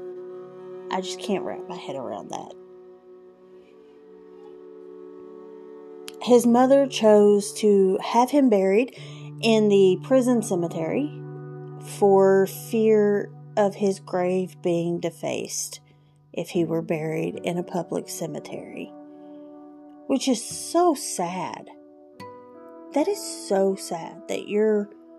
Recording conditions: sounds in the background